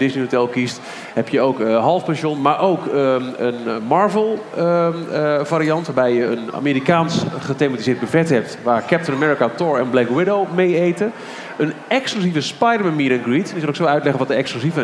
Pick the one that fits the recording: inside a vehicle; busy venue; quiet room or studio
busy venue